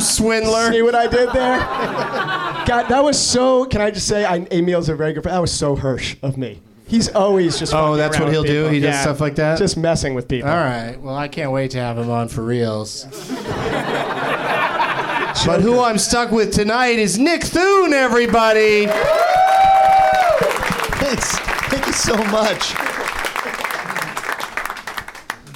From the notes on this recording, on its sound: Live from the NerdMelt Showroom in LA